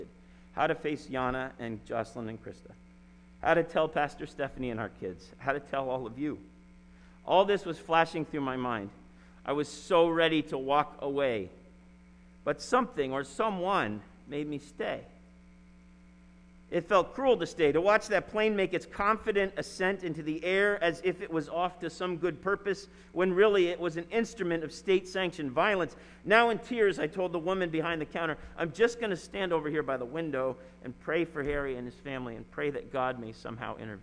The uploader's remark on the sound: Sermon preached at RCHP on April 4, 2021.